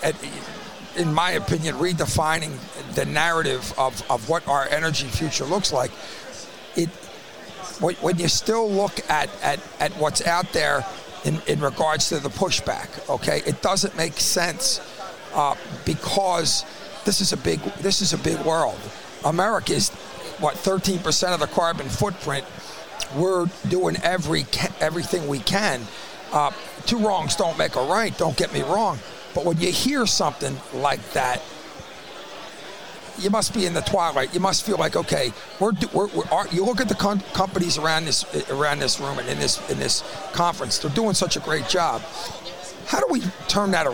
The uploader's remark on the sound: Live Conversation From The Shale Insight Convention